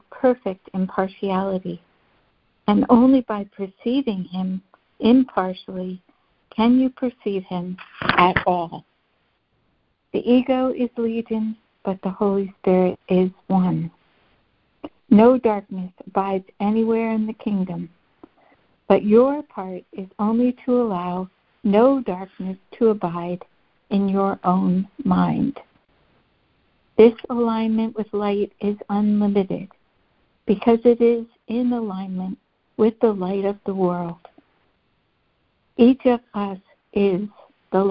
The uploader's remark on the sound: ACIM Daily Conference Call